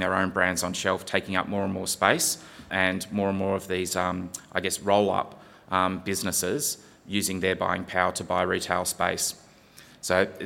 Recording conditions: live audience